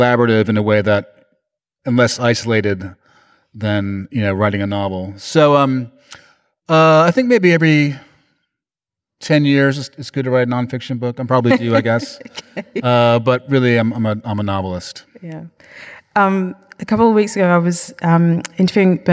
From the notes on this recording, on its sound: Live in conversation. Immerses Melbourne audiences. It was recorded on Wednesday 24 May 2023 at The Capitol as part of the Wheeler Centre’s World of Words series.